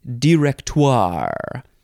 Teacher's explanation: You can emphasize the second syllable or the third syllable. I feel like emphasizing the third syllable is the best way.